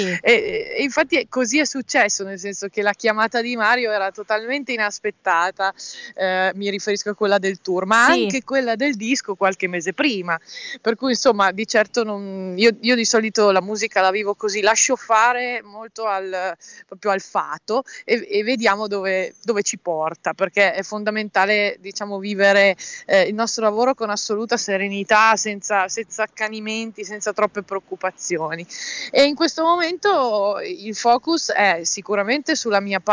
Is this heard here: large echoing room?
no